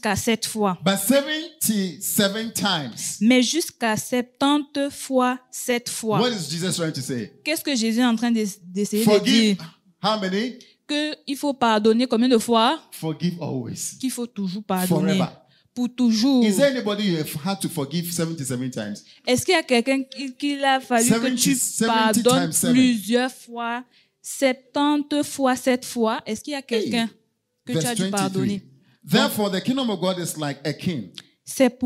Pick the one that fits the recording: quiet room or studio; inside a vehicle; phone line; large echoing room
large echoing room